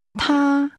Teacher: The Mandarin word for he is pronounced with a high-level tone.